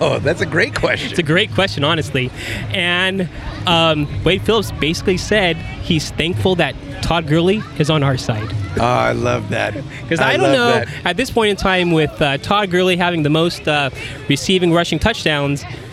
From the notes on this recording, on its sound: The guys record pre game from the South Lawn tailgate at the Coliseum.